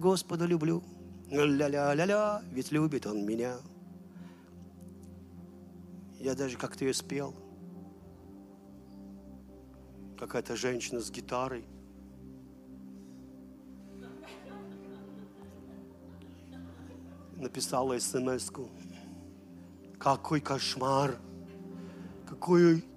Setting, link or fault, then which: setting, large echoing room